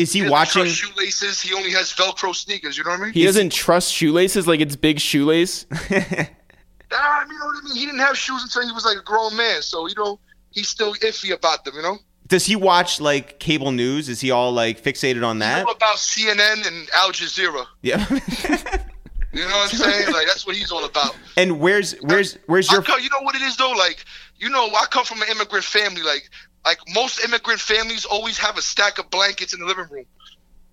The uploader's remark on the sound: We make calls from our Upper West Side apartment.